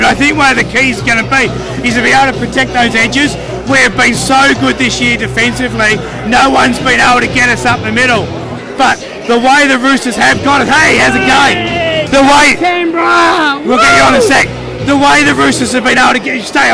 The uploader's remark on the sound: Grand Final pre-game event at The Brewery